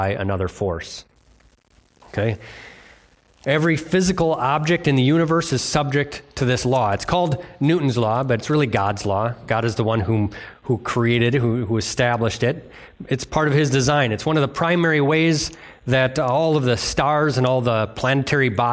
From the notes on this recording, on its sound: delivered on Sunday, December 31st at Bible Center Church in Maiden Rock, Wisconsin